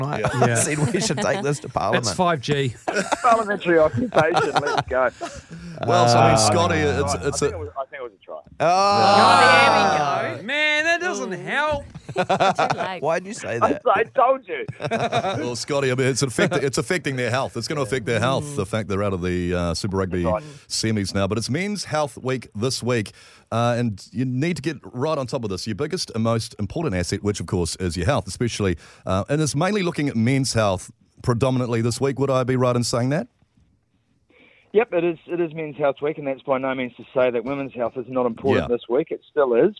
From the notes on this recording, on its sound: Today on the show we were joined on the phone